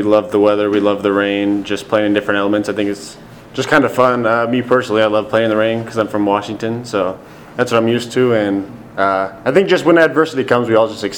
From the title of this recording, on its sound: Post-Game Press Conference